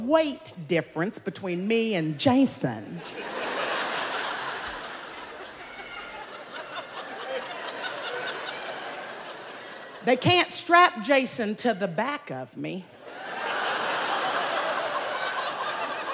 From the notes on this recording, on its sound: At Snap LIVE! in Brooklyn. Performed Live at Brooklyn Academy of Music.